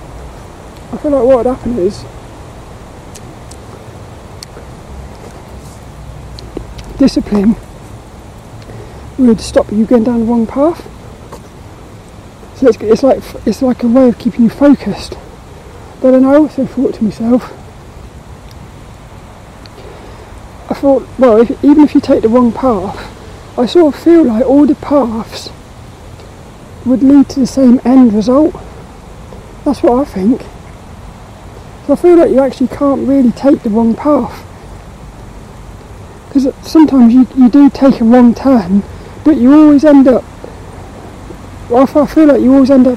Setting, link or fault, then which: setting, outdoors